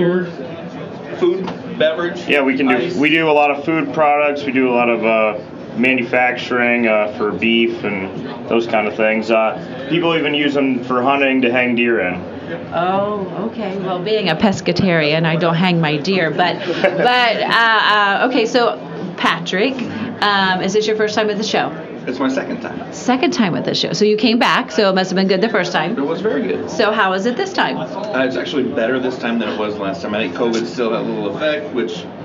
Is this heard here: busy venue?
yes